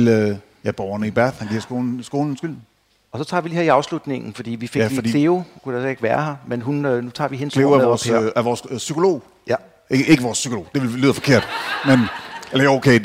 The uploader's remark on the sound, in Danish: Live fra Horsens Krimimesse ‘22